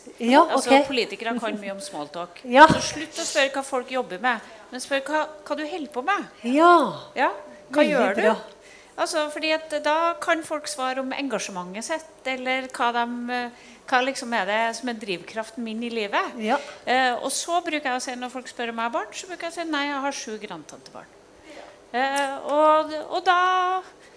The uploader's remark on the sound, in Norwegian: Panelsamtale på Arendalsuka. Dene panelsamtalen arrangerte jeg som en del av Prosjekt Åpenhet.